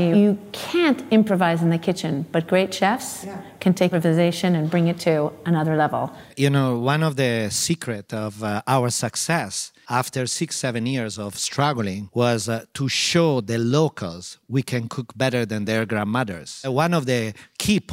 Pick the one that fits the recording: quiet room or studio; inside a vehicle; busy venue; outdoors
busy venue